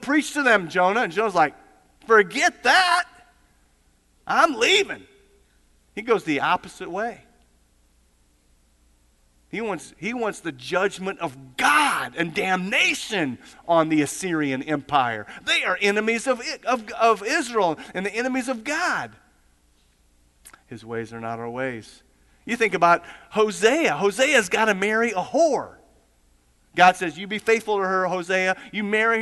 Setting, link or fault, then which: setting, large echoing room